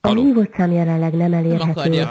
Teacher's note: De kicsit ilyen nazális, ilyen orrhangon mondja.